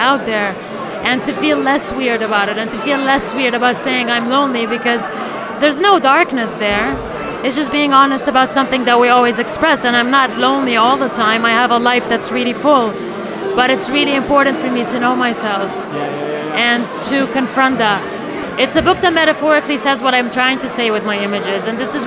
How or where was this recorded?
busy venue